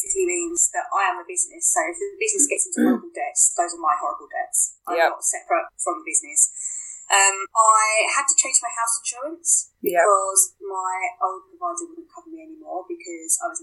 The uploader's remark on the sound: We splashed out on a new USB microphone so the sound quality will be better while we are still recording over Zoom. New microphone – Blue Snowball Ice.